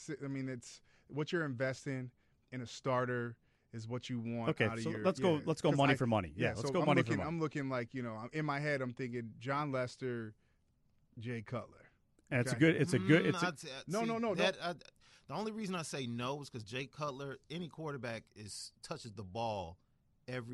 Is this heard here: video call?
no